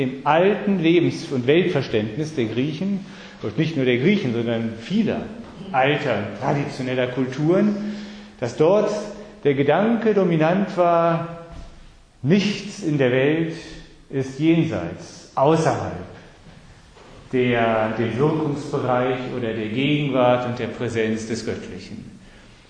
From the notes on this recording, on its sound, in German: Sie hören den siebten Vortrag der Reihe "Die griechischen Götter als Menschenlehrer". Livemitschnitt im Palais Altenstein in Fulda, Herbst 2013.